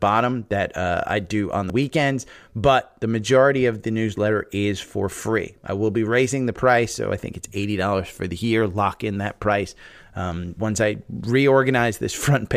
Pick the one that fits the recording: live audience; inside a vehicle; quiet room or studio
quiet room or studio